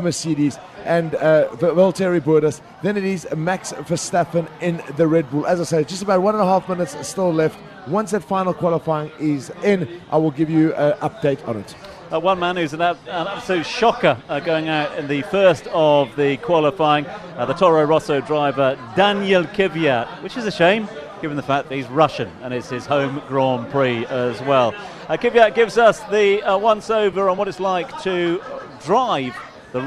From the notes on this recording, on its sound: From our spiritual home Barasti